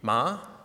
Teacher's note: The second tone is a rising tone, which is similar to a questioning tone in English. We use it over the course of a sentence, but pronounced here would be ma.